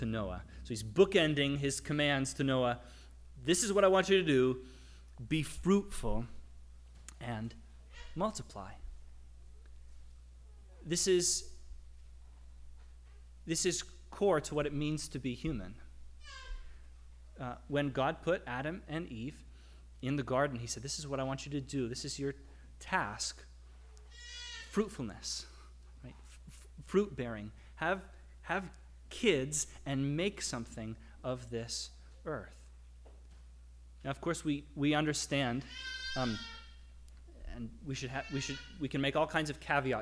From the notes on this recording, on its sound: The audio recording of our worship service